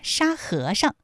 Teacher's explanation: 沙和尚这三个字，他们的声调分别是一声、二声和轻声